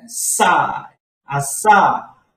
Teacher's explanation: Last syllable, you have to pronounce strongly.